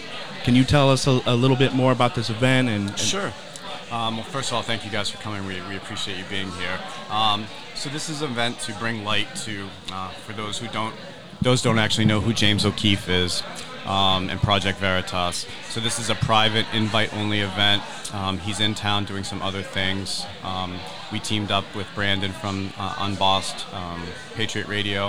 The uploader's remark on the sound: Join us as we recorded live from this exclusive invite-only, VIP, private event!